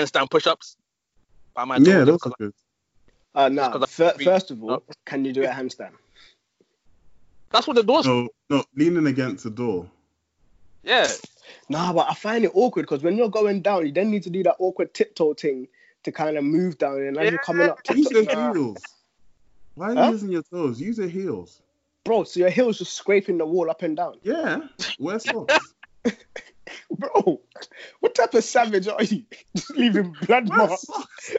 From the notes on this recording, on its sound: The Furnace burns bright from our individual homes via Skype. We also maintained social distancing and came together only virtually to bring you another fund conversation.